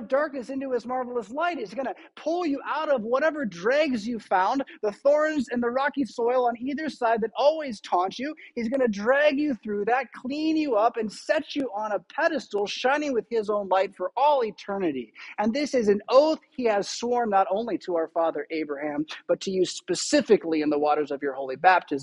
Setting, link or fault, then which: setting, large echoing room